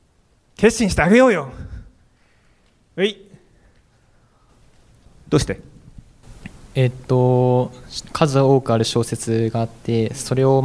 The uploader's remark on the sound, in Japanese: FM FESTIVAL 2017 未来授業 明日の日本人たちへ」特別公開授業